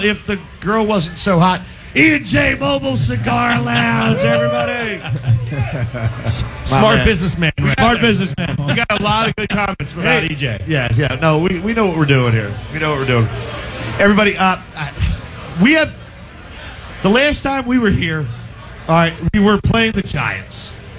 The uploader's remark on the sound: LIVE from our Giants Playoff Tailgate!